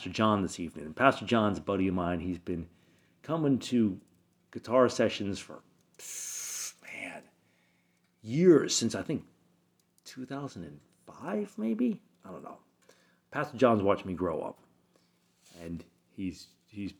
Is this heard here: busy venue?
no